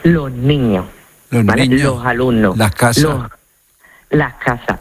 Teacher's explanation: en lugar de pronunciarla con la S, lo que hacemos es aspirarla. · Term: una S aspirada